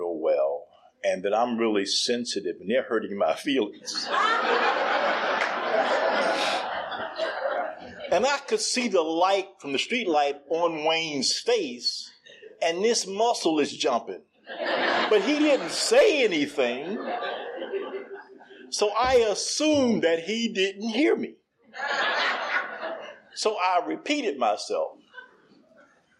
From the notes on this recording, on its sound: tells his story at the 44th Annual Oceanfront Conference held in Virginia Beach Virginia